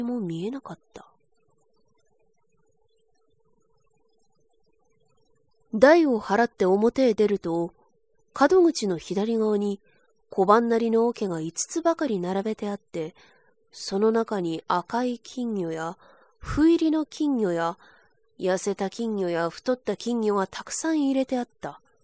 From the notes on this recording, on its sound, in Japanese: 自宅録音ですのでノイズなどはご了承くださいませ。